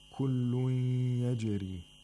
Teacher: In the phrase كُلُّ يَجْرِي، we have again إِدْغَام of نُون ساكنة into يَا مَعَ الْغُنَّة. So you don't pronounce the نُون ساكنة، instead pronounce the يَا with شَدَّة and غُنَّة for two vowel counts.